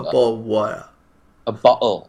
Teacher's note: 这两个特的音都会省的，然后用喉音停顿，会发成 a bottle ofwater<laughs>，就听不懂的。A bottle of water Abottle，这 A 喉音停顿，A 带 bottle，带 A bottle 对，bottle ofwater，water，a bottle ofwater，啊。对。